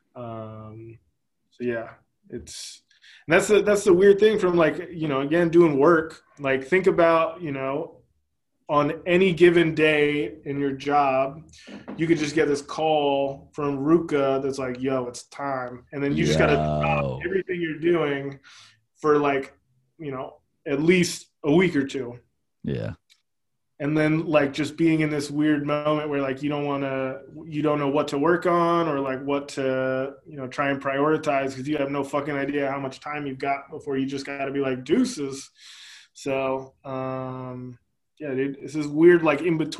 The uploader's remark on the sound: We have our first Zoom interview/video content for The kPodcast.